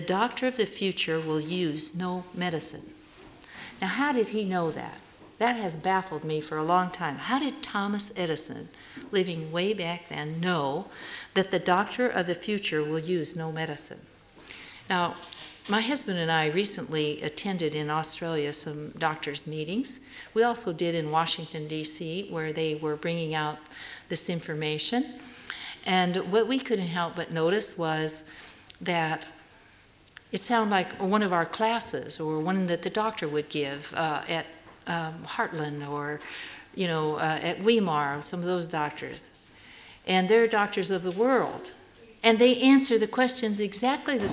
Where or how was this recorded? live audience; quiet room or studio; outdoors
live audience